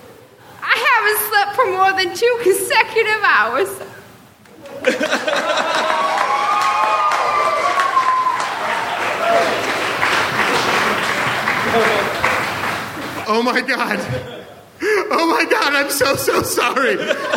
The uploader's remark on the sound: Recorded at the Nerdmelt Theater.